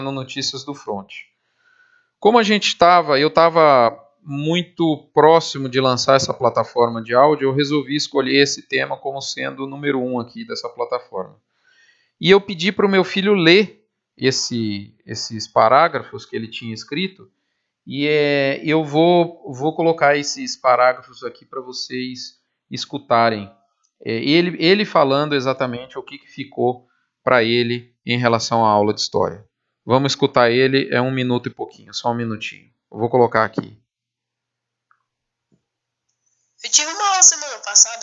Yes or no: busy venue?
no